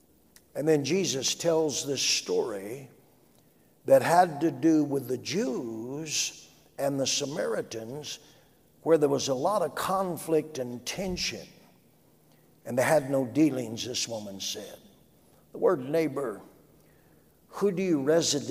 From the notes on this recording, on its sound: A message from our Sunday evening service. During the 2020 Prescott Summer Conference.